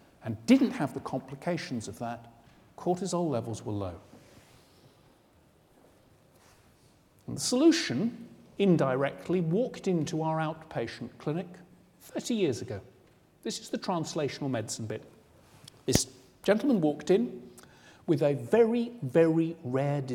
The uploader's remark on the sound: Recorded on 5 November 2009 in the Anatomy Lecture Theatre at the University of Edinburgh. The second in a series of public lectures.